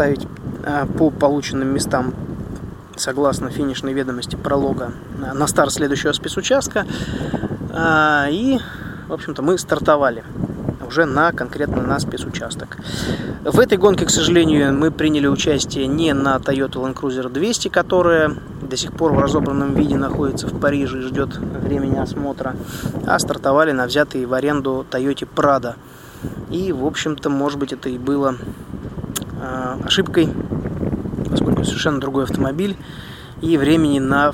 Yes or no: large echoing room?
no